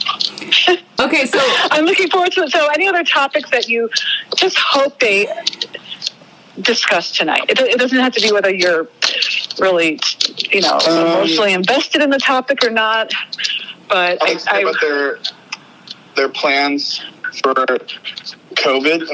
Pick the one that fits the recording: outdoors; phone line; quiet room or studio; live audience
phone line